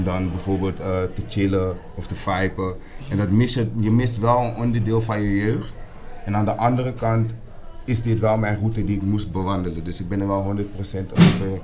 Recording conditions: busy venue